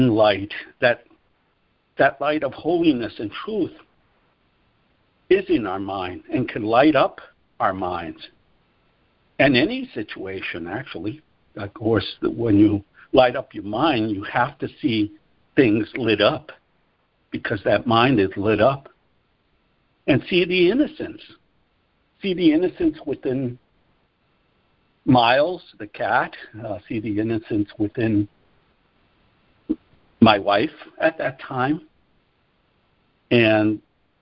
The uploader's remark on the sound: ACIM Daily Conference Call